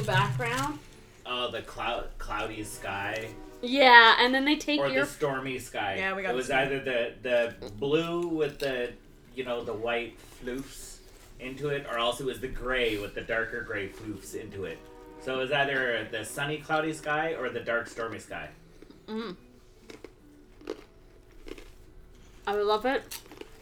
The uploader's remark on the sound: We are still working on perfecting the Blue Yeti microphones and the sound testing.